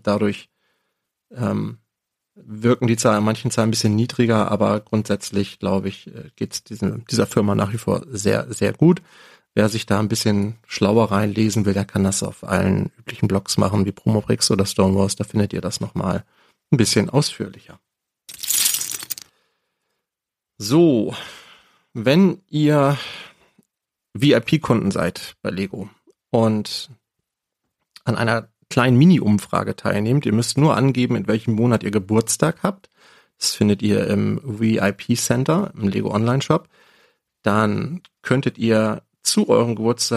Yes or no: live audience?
no